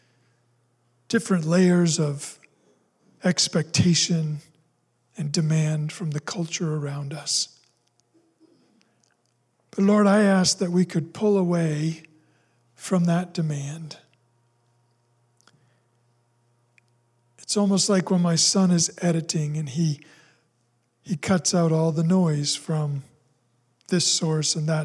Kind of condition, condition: setting, large echoing room